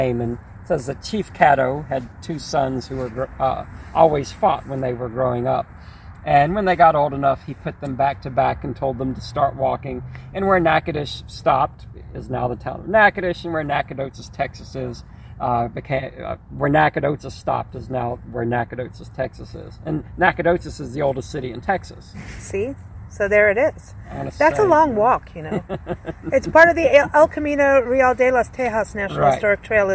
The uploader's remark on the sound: Recorded onsite at the historic American Cemetery